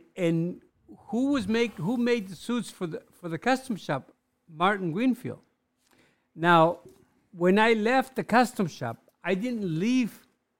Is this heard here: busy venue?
no